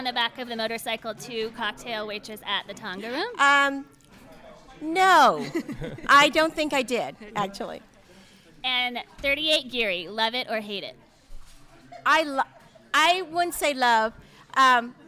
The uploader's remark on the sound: Recorded at the historic Balboa Theatre before their screening of "So I Married an Axe Murderer,". Recorded at the Balboa Theatre in San Francisco.